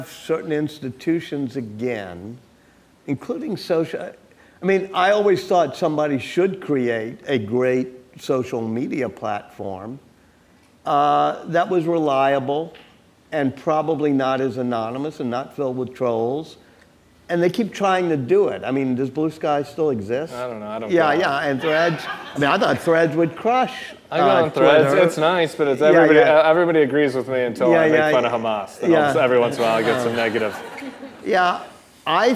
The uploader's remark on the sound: Live from New Orleans. At The Bulwark's live event in New Orleans.